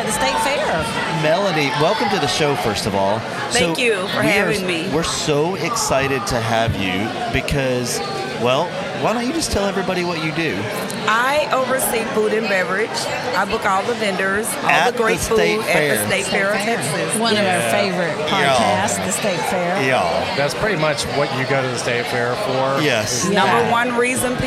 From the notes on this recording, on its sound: Live Watch Party Extravaganza at Palmer's. Step into the bustling atmosphere of Palmer's restaurant as we bring you a special live recording episode. Amidst the vibrant energy of the event. In the heart of East Dallas.